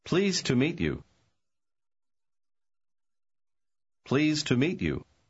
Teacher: Обратите внимание, что конечный звук «д» в слове pleased почти не слышен.